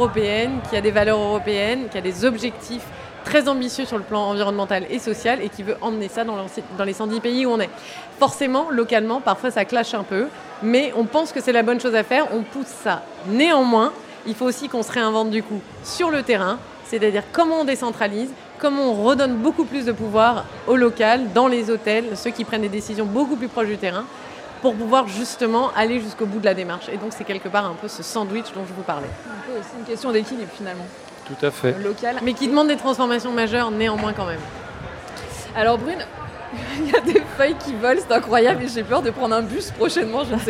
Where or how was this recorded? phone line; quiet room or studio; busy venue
busy venue